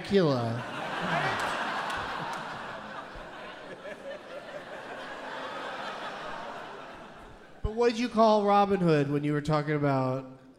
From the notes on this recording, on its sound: Live from Seattle's Neptune Theatre